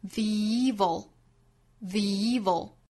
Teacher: The good is often interred with their bones.首先我们做英音的语音讲解。我们来看第一句话 The evil,这里面的 the 和 evil 的搭配和我们昨天早读的前面两个词 The easy 是很像的。我们知道 THE 这个词如果后面遇到元音它是会从 the 变音成 the 从 schwa sound 变音成紧音的 e 的发音